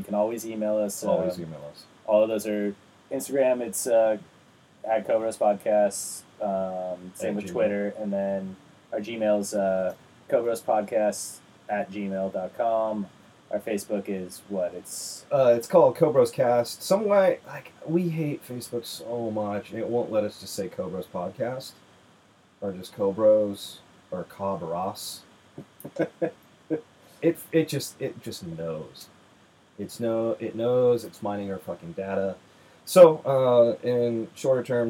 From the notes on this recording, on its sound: Sorry about the shit audio.